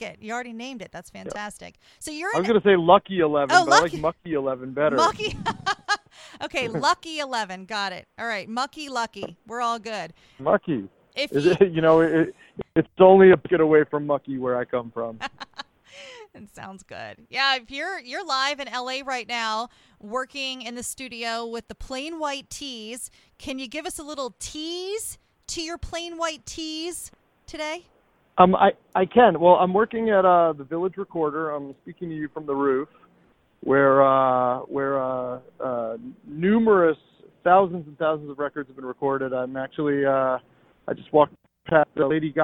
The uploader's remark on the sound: On an LA rooftop! Sounds of the ocean (from the roof).